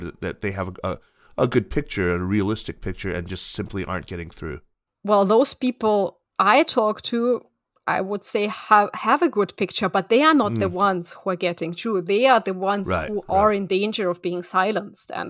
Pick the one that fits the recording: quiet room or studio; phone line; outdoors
quiet room or studio